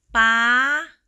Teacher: This is high tone.